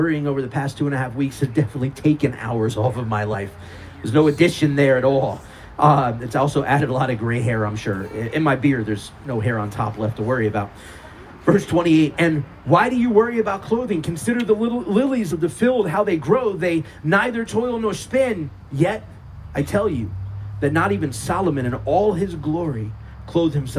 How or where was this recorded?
outdoors